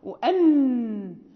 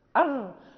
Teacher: النون يعني أقرب إلى مقدم الفم من الراء. والراء أدخلوا إلى ظهر اللسان من مخرج النون فدونك البيان.